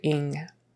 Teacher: Your tongue goes back and holds there. It's a nasally sound, ing. But you don't go ing.